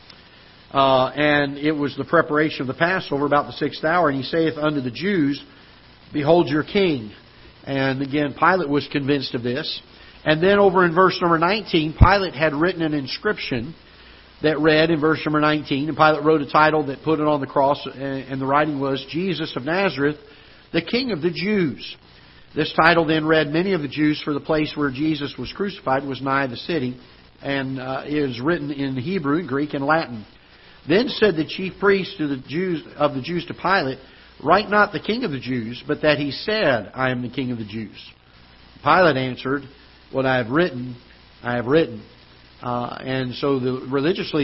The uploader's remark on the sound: Ketha Heights Baptist Church ~ Live Broadcast